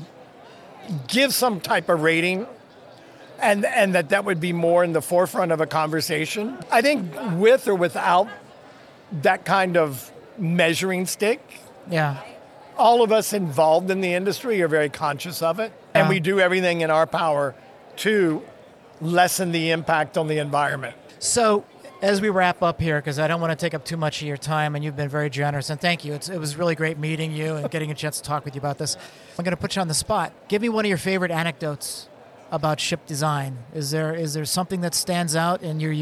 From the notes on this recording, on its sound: Sustainability at Sea: LIVE from the Cruise Ship Interiors Expo. Had the unique opportunity to podcast LIVE from the event!